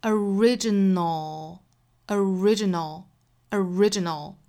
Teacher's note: 最后呢，我们发现也是一个舌侧音，所以发完之后，舌尖一定是在上齿龈的位置摆的哈